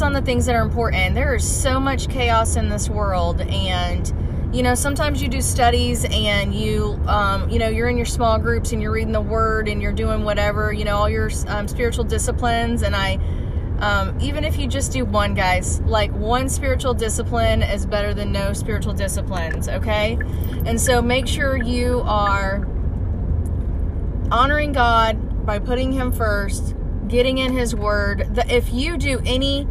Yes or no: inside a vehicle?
yes